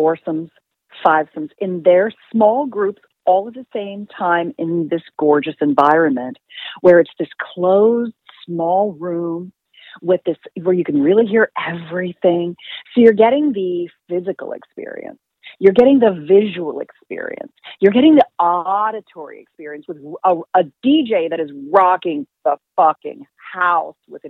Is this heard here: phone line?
yes